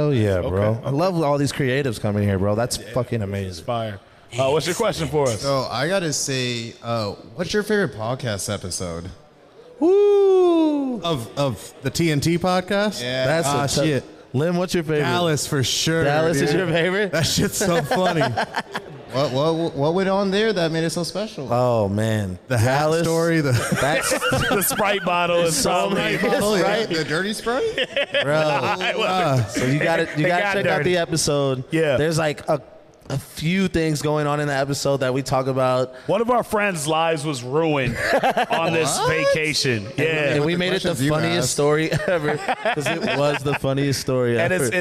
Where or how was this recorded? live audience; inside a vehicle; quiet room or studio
live audience